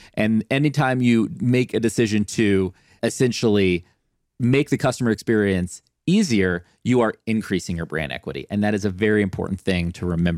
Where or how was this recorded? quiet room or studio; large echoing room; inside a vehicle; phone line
quiet room or studio